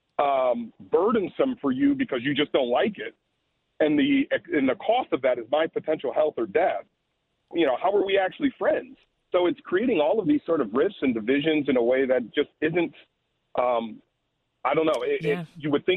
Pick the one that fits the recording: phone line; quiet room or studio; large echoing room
phone line